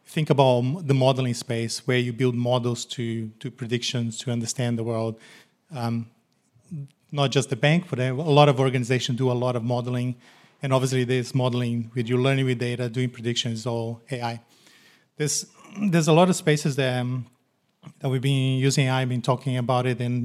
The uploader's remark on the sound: a recent panel discussion that was given at the University of Technology Sydney